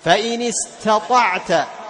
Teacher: تعطي التاء للسفال والهمس، وتعطي الطاء للاستعلاء والإطباق والجهر